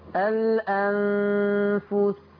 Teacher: بس ليا ملاحظة، خلي بالك انك لما وقفت على كلمة الأنفس سكنت السين، فلما تسكن السين لاحظي ان هيبقى فيه هنا صفة الصفير